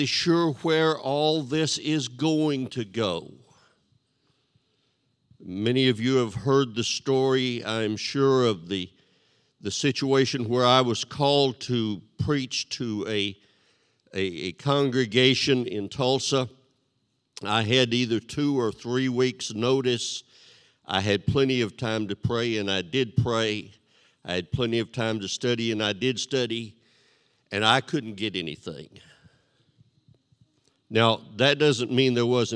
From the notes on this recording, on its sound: This sermon was recorded live on Sunday, August 19th, 2021 at Newark United Pentecostal Church.